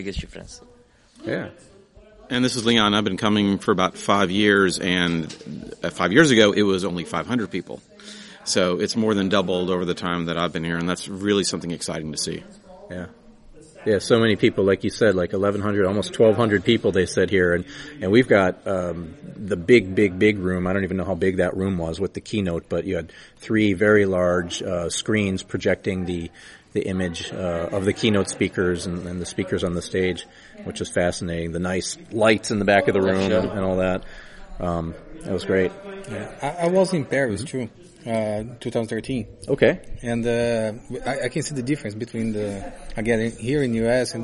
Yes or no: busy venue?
yes